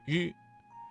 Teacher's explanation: 舌尖卷起接近硬腭前部，但不完全阻塞气流，形成一种轻微的颤音